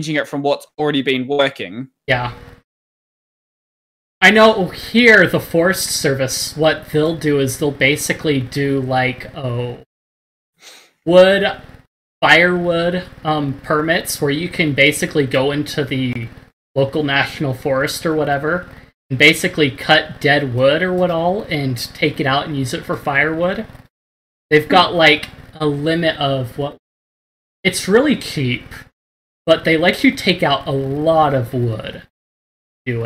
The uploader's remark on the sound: Also, really bad audio quality.